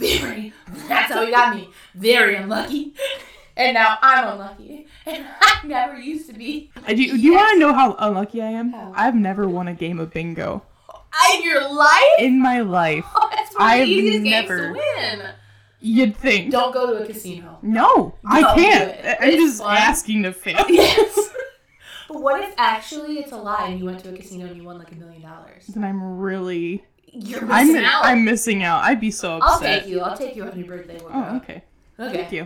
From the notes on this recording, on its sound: audio is rough as this was our first time recording